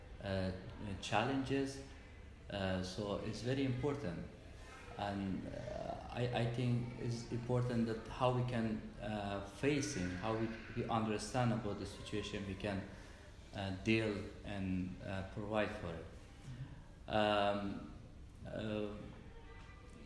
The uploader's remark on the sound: This was recorded during our time in Greece at the Anastasi conference, so you’ll hear some ambient sounds and some fluctuations in our voices.